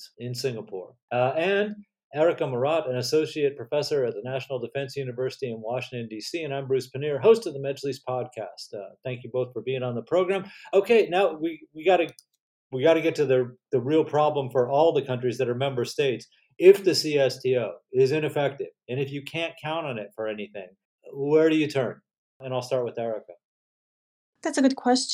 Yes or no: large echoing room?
no